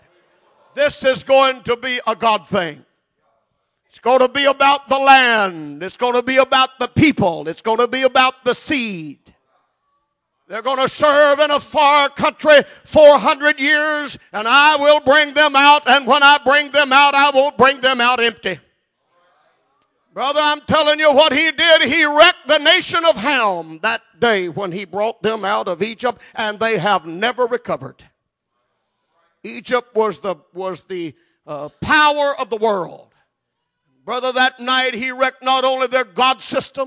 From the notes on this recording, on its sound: at Jeanerette Bible Conference, Calvary Pentecostal Church, Jeanerette, LA